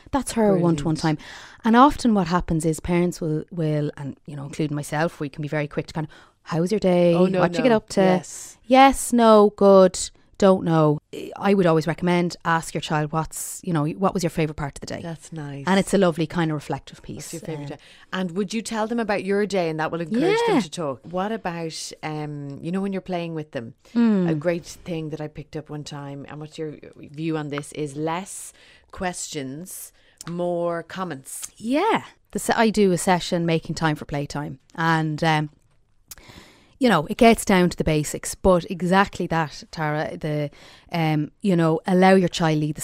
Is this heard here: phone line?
no